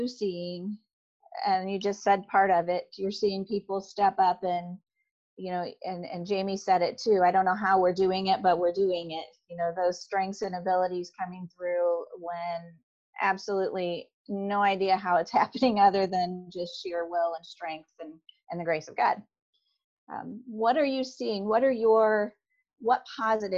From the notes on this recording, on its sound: Noble County, Indiana COVID-19 Forum. Online via Zoom.